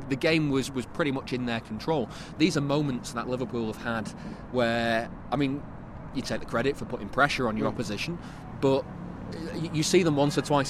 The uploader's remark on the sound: Outside the Etihad Stadium, following Manchester City's 4-1 win at Brighton to secure the Premier League title.